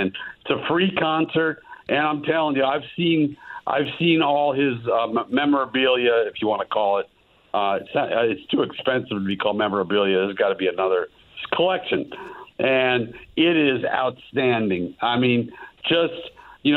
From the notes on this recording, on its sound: He opens the phone lines up, and takes a call